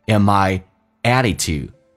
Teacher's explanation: D 去掉，这叫略音，后面是以辅音开头